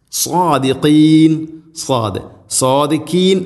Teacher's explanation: സ്വാദുച്ചരിക്കുന്ന സമയത്ത് നാവിൻ്റെ മധ്യഭാഗം അണ്ണാക്കിലേക്ക് ഉയർന്നു നിൽക്കണം.